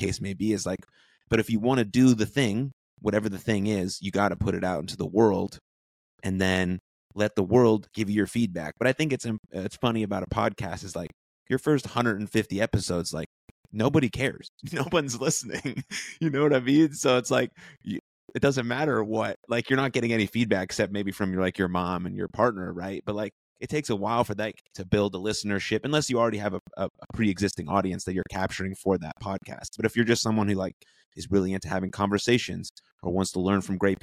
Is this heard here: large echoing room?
no